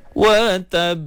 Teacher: Bila habis dalam pembacaan huruf qalqalah, kita perlu lantunkan huruf tersebut. Lantun dengan suara tapi bukan dengan nafas.